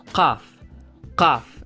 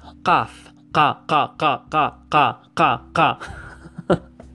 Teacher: It's basically a K, like a K, like a K sound, but it goes way back in your mouth.